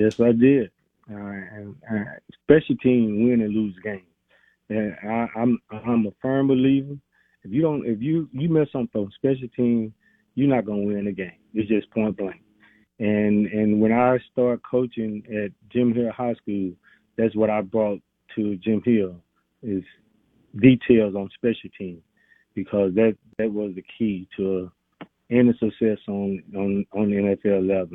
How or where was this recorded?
phone line